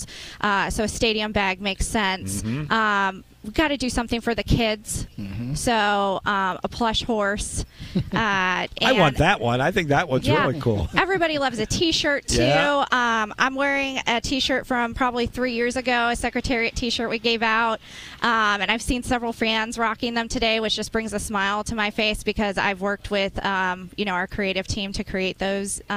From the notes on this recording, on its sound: live from Colonial Downs